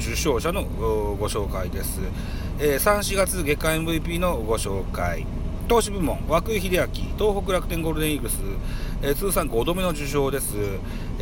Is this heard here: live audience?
no